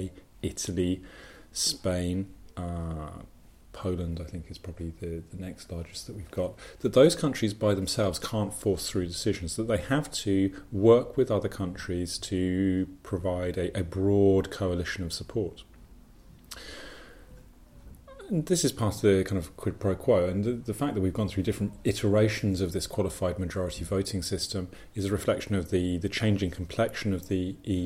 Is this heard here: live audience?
no